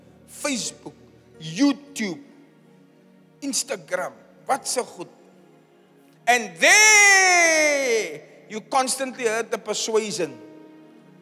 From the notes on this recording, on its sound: Preached at the Zion Sanctuary, Cape Town.